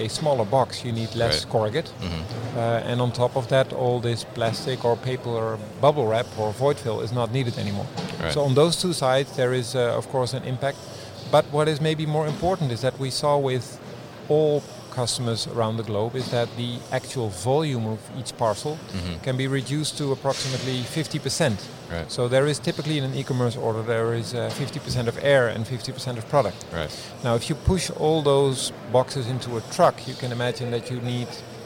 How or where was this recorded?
busy venue